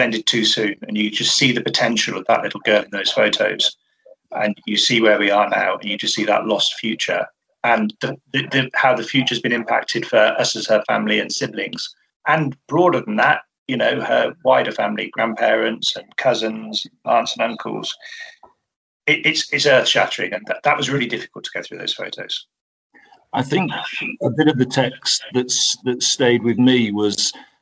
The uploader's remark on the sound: via Zoom